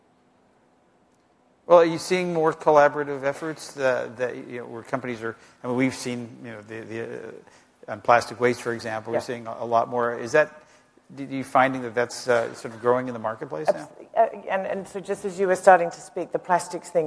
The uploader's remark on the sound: The best of live interviews from GreenBiz events.